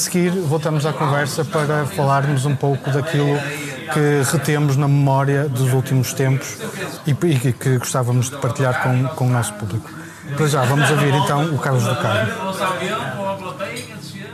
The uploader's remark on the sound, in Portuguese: Gravado na Casa de Pasto Fertuzinhos, nas Caldas das Taipas. Pelo meio do ruído de fundo, fomos falando.